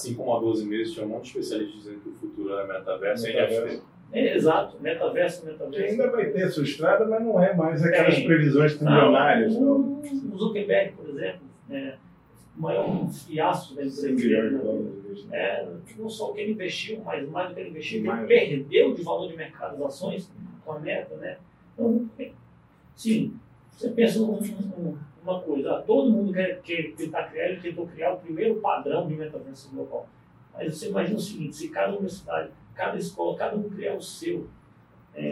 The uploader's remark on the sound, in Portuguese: Pedimos desculpas pela qualidade do áudio.